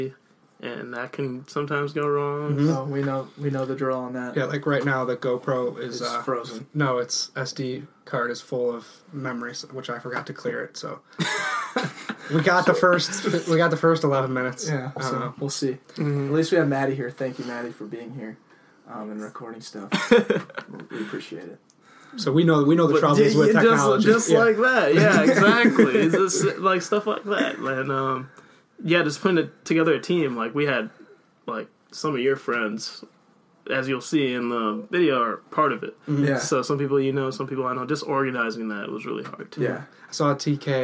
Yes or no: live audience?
no